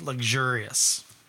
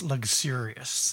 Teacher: Most people say luxurious with like a G, luxurious. I like to lean into that X, luxurious. It's like an SH sound. · Shown in: second take · Luxurious. I like it.